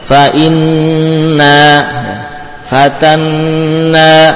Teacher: Ada nun bertasydid, berikutnya alif. Dia gunnah panjang, kemudian nun yang fathah juga panjang.